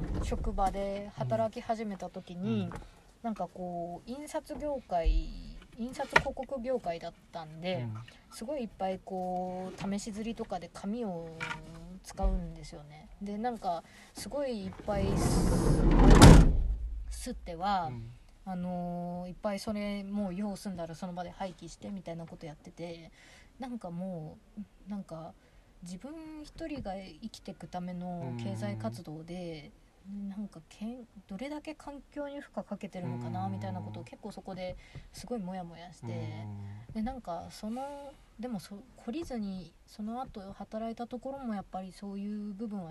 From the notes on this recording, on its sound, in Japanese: 今年5月に荒山林業さんが企画された集材の見学会の後、車の中でお話をしています。